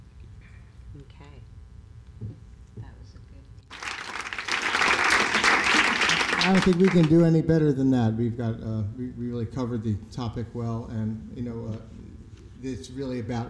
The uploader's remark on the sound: At Global Pet Expo 2019. BARK YOUR BIZ Live 2019.